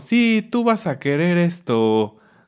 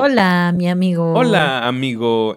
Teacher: las personas de la Ciudad de México, como nosotros, como nosotros, tienen un tono cantadito